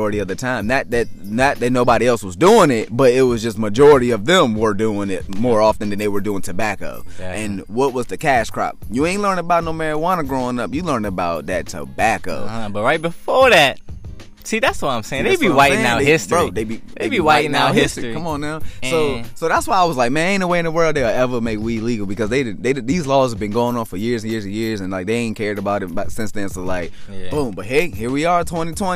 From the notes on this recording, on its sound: Two brothers enjoying a nice evening outside